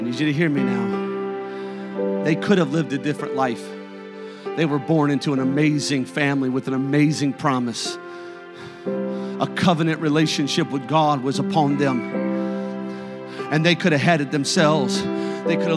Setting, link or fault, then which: setting, large echoing room